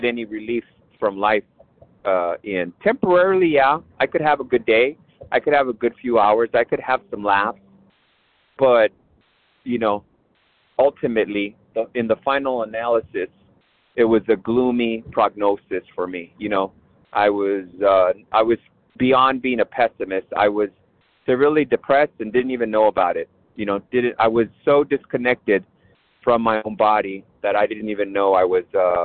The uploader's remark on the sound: 100 Pounders Phone Meeting